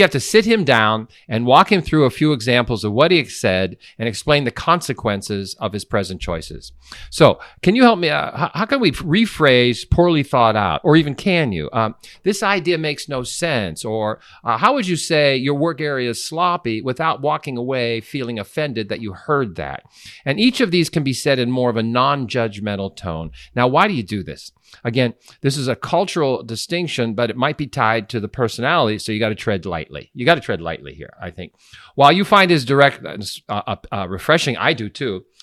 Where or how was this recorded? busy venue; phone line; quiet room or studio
quiet room or studio